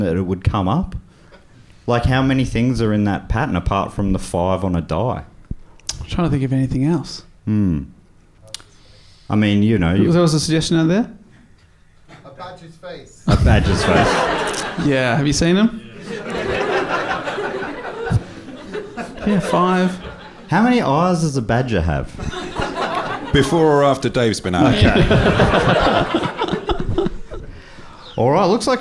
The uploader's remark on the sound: Recorded live at the Comedy Box in Bristol, UK!